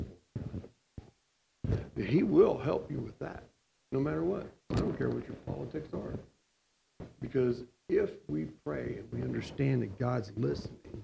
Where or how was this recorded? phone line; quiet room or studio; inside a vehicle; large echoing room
large echoing room